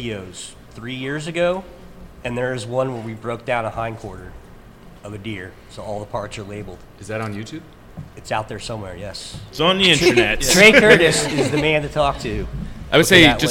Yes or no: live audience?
yes